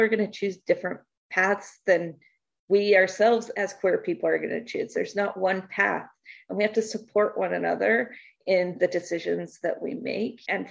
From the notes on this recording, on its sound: Our first ever LIVE episode while participating in the Affirmation Connections Virtual Summit. We were able to have our first ever LIVE episode while participating in the Affirmation Connections Virtual Summit.